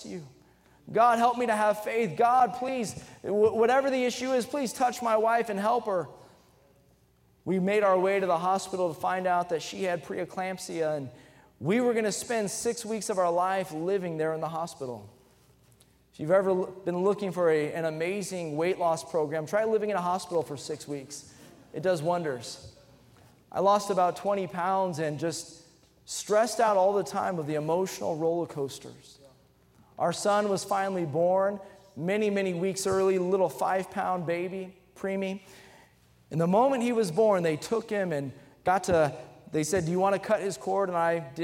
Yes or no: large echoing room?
yes